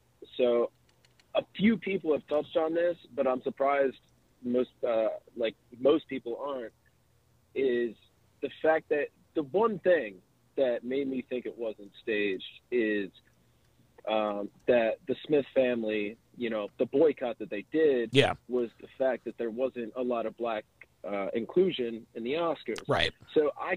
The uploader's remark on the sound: TSR Special Call In Show. Viewers call in to give their thoughts on todays TSR Live special.